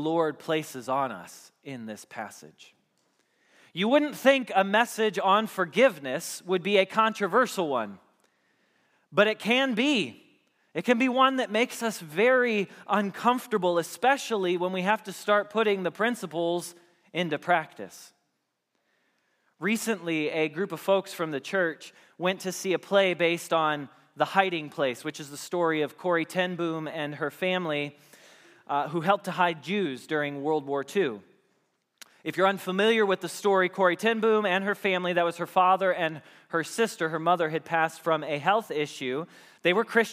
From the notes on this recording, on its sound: Message Preached at Valley Creek Church